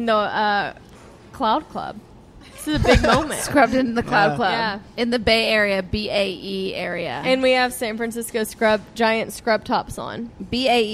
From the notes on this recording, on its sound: We’re live from San Francisco at the Giants Game